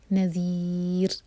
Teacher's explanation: کیف نذیر، نہ ایک حرکہ اور ذال ہے یہ، آپ کی زبان اوپر والے دانت پر لگ کر تھوڑی سی ٹپ باہر ہوگی تو ہم پڑھیں گے نذیر، اور یہاں رک رہے ہیں تو رو کو ساکن کریں گے، اور رو ساکن سے پہلے کسرہ ہے تو رو باریک ہوگا